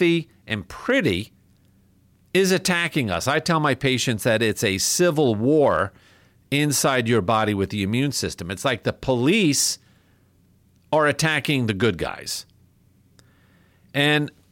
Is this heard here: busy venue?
no